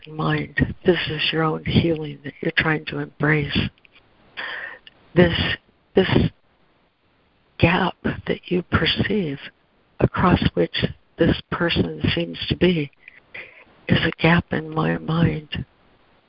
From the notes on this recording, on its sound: ACIM Daily Conference Call